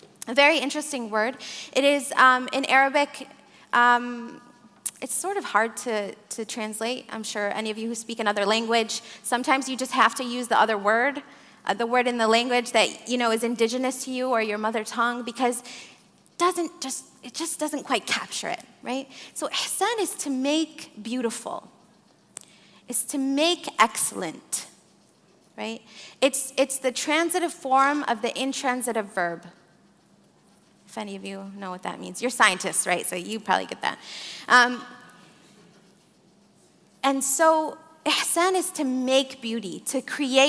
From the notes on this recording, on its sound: In this live SAND Conference talk. She leads the live audience in some breathwork, chanting, and singing.